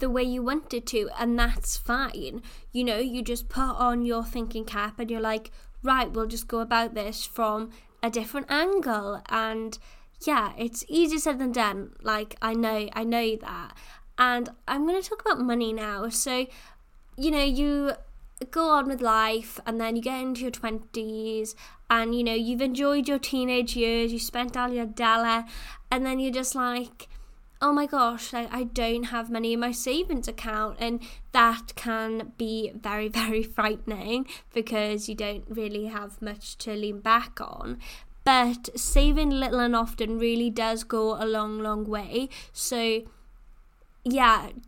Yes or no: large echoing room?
no